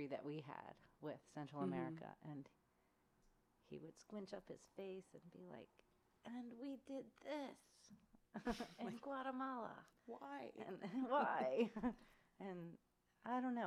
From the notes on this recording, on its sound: This was our first recorded podcast, so the sound is a bit low.